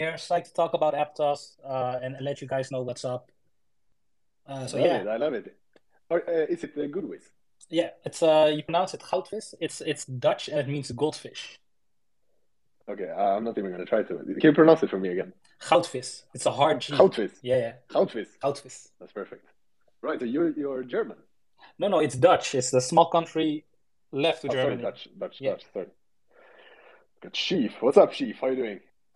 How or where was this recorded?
video call